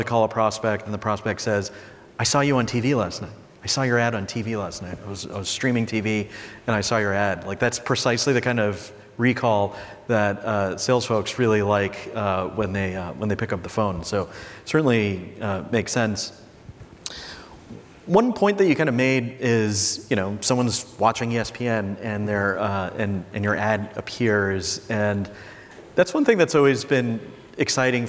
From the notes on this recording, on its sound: During this candid fireside chat at the 2023 B2B Sales & Marketing Exchange